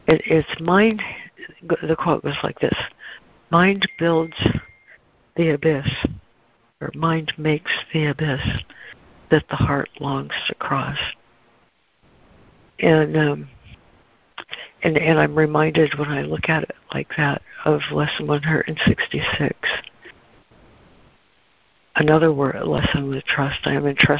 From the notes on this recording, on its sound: ACIM Daily Conference Call